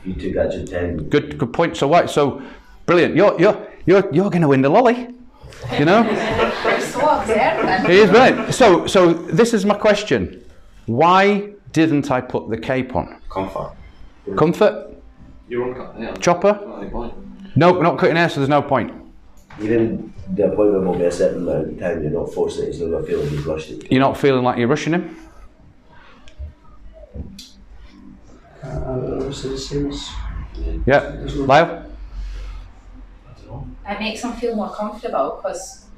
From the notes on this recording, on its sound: Recorded at a workshop held at Har Barber.